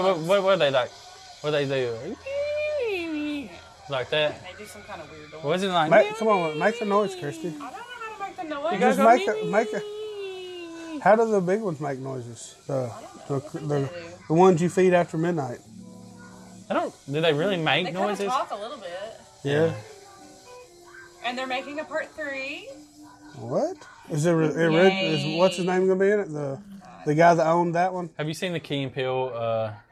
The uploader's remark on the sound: We travel to Madison Alabama on location at Nightmare Toys!